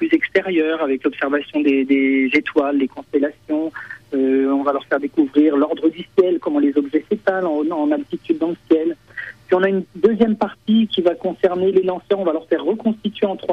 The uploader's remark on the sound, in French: Directeur des programmes à la Cité de l'espace de Toulouse (par téléphone).